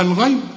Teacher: الغين لازم تفخمها لأنها مفتوحة